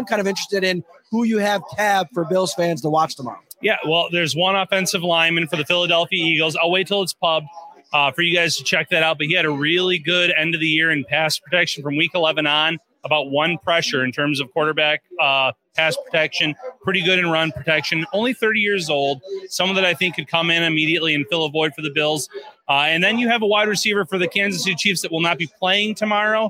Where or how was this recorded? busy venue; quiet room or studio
busy venue